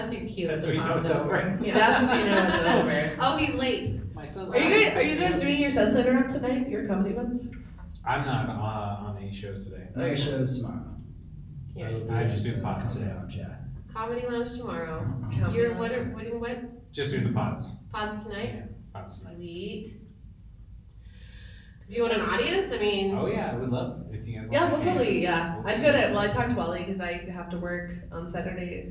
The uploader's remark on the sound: live from The Chief Bicycle and Comedy Festival in Trinidad, CO!